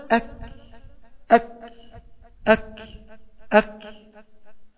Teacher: لو ما بيطلعش هواء يبقى انت غلطان، لان الكاف هي دي بقى المشكله اللي فيها، الهمس، الهمس من حروف الهمس، يعني لازم الكاف يطلع فيها نفس بيجري